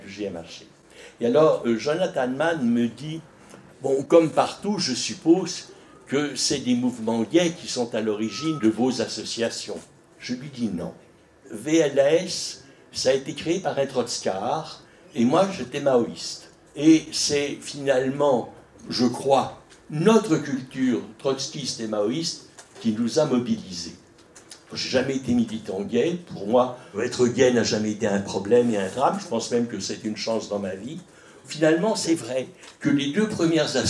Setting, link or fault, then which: setting, live audience